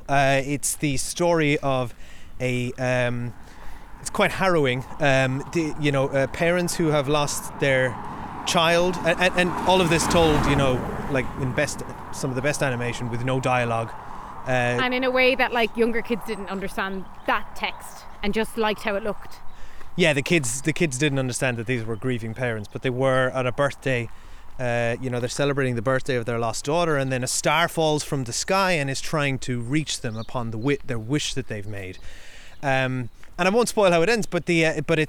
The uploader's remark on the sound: We take a non-spoiler walk to chat about all the movies we saw at the 68th Cork International Film Festival.